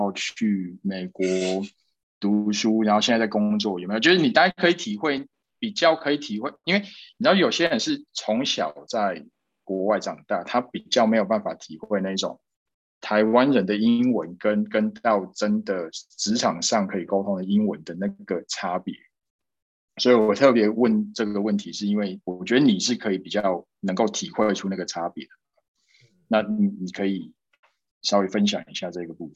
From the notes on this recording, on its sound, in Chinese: 這集內容是用線上會議平台錄製，完全沒有剪接。